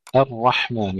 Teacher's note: الرحمن هنا ننتبه إلى ترقيق الهمزة، الرحمن، ترقيق الهمزة وتفخيم الراء ثم الحاء كما سبق أنها لا تقلقل